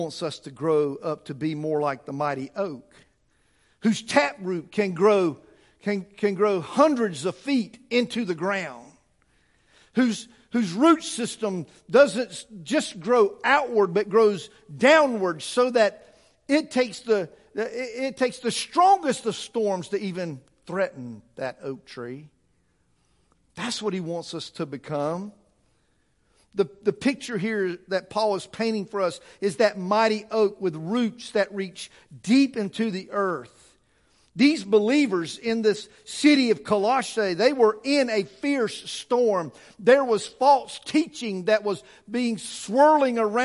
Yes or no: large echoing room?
yes